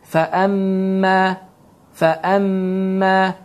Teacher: Deməli, qaydaya əsasən bu, deməli, mim hərfi iki hərəkə miqdarında uzadılır. Fəəmmə, fəəmmə, bunu iki hərəkədən az uzatmaq düzgün deyil, fəəmmə və ya iki hərəkədən çox uzatmaq da təcvid əhkamlarına görə uyğun deyil və düzgün deyil. · Term: şəddəli formada